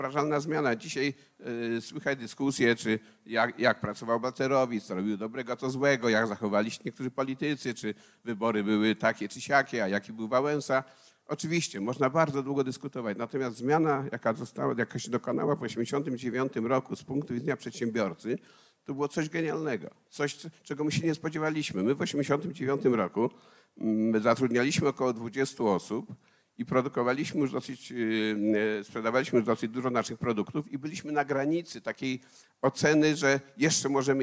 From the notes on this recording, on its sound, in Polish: Odcinek jest nagraniem wystąpienia z Weekendu Kapitalizmu - trzech dni celebracji wolności, niezależności i dobrego biznesu; prelekcji, debat i pokazów filmowych. W warszawskim Teatrze Palladium.